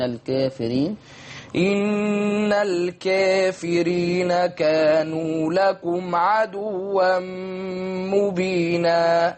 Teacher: وهنا الكافرين مقللة قولا، مقللة قولا واحد